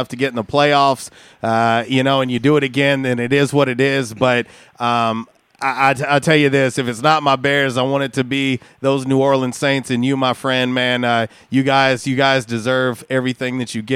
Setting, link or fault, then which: link, phone line